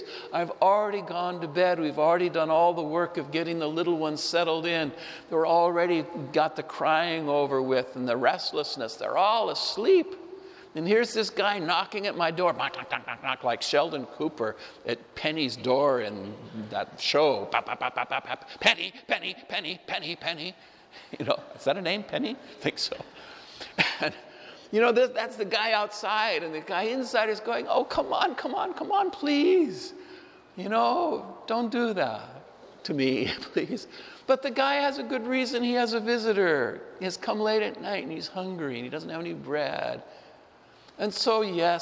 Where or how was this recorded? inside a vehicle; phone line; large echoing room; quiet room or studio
large echoing room